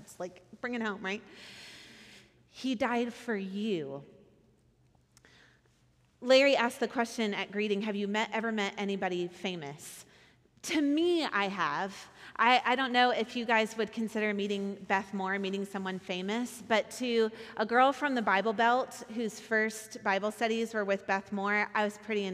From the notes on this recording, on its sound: Recorded at our Sunday gathering on January 14th, 2024 in Port Orchard, WA